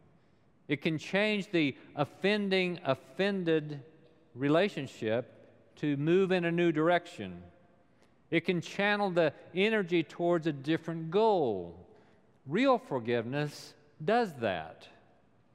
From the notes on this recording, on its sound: Recorded live during the Sunday worship service.